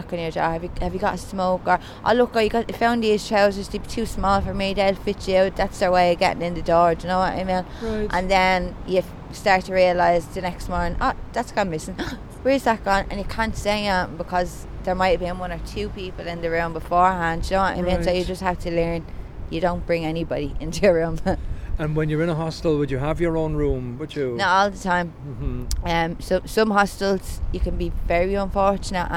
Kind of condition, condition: setting, outdoors